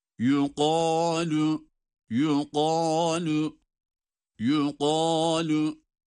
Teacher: Sümme yukalu, yukalu, yukalu derken, evet, yukalu kelimesinde kaf hem kalın hem de meddil okunurken de kalın olarak uzatılıyor